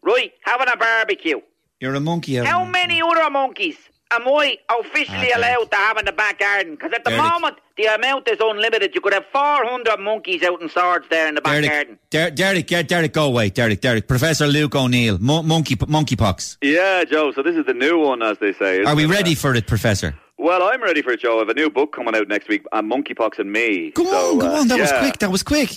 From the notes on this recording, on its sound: Listeners phoned in in their droves